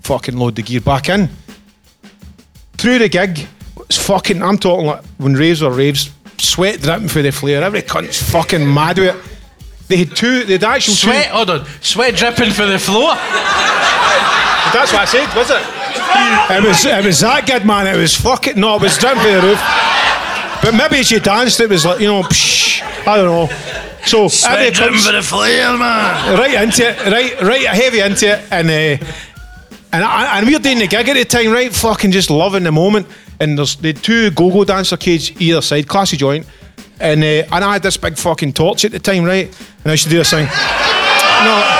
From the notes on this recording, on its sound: Was recorded live at The Classic Grand, Glasgow. Record the very first LIVE episode in front of 100 hero's.